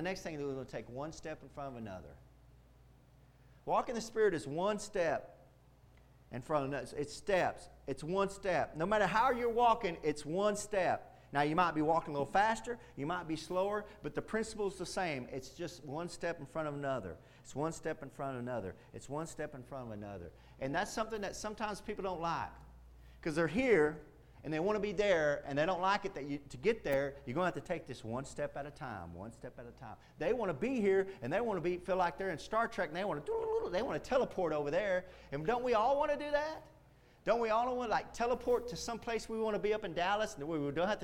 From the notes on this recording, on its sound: Preached Wednesday Night at Indian Gap Baptist Church.